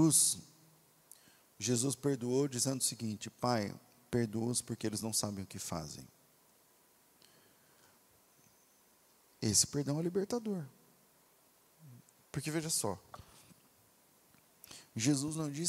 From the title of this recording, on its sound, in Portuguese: Culto Ao Vivo